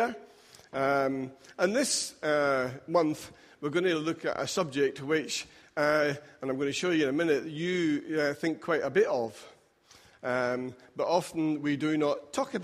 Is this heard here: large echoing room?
yes